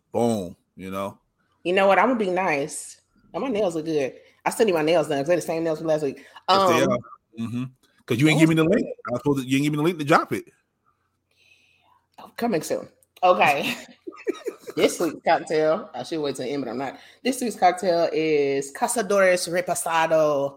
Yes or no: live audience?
no